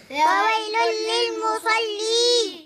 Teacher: ياء مد عرض السكون جائز، اثنين أو أربع أو ست حركات